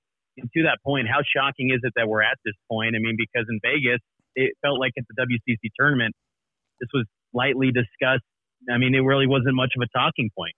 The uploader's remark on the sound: spoke with the media via a teleconference